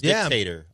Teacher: I don't know why you're emphasizing the first syllable so much.